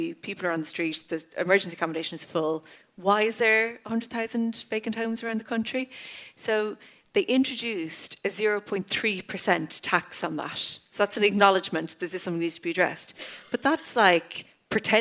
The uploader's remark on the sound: At my live show in the Sugar Club.